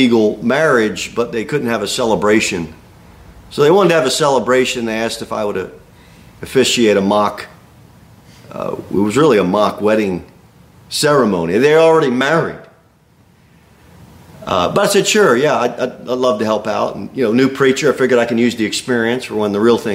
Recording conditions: large echoing room